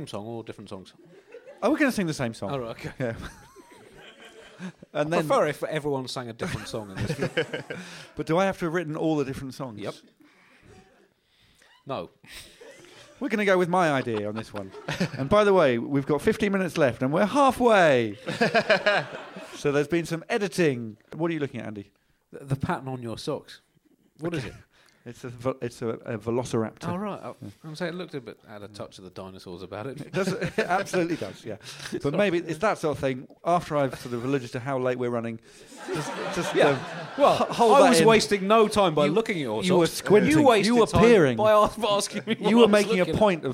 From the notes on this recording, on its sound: Live from the Soho Theatre. In front of a live audience.